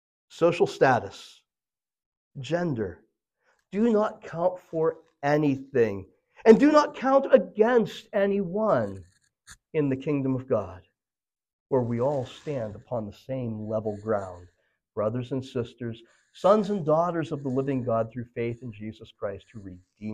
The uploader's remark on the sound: This message was originally delivered at Memory Chapel on Sunday April 23, 2023.